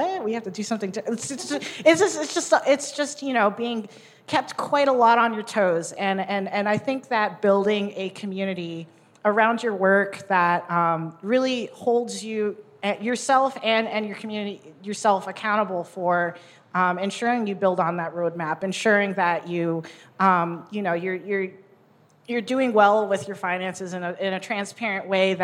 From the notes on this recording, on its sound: The State of NFTs Panel (Live from NYC).